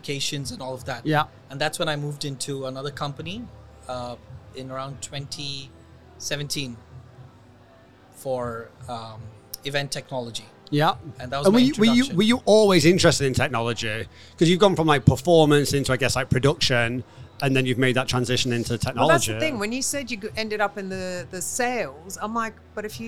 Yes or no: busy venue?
yes